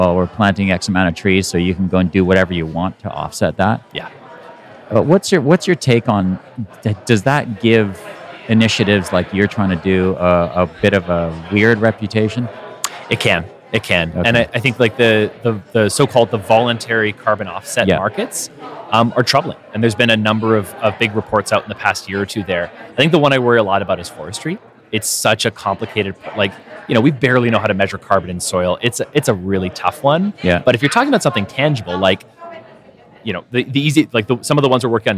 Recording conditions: busy venue